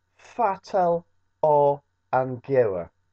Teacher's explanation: Remember, pronounce that T in fatel. Don't put a glottal stop in there.